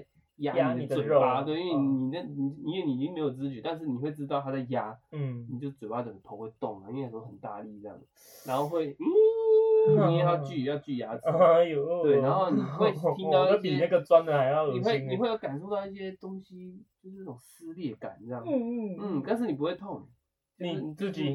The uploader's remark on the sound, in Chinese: 這一集的收音會有點瑕疵